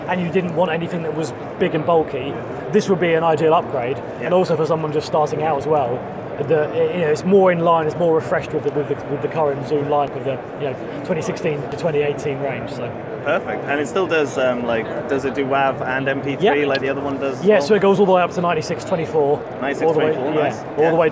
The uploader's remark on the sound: This is from when I was at BVE expo today in London.